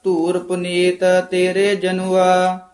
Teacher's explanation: ਧੱਦਾ ਧੱਦਾ ਤੇ ਦੱਦਾ ਨੀ ਬੋਲਣਾ, ਦੋਵੇਂ ਧੱਦੇ ਬੋਲਣੇ, ਧੱਦਾ ਇੱਥੇ ਵਿਸਰਾਮ ਲਾ ਦੋ।